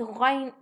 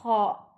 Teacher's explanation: It's coming from the upper throat near the back of the mouth. These letters have a stronger vibration. · Term: highest part of the throat